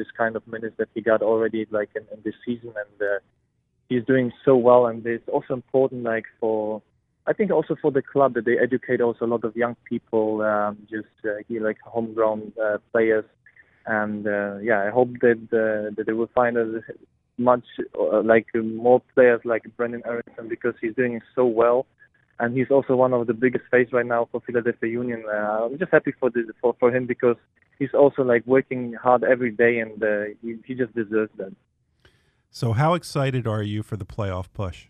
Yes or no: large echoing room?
no